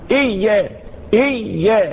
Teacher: الياء مشدد، إذا مشددة مش مخففة، مش ياء واحدة، لا الاثنين ياء، حرف المشدد حرفين.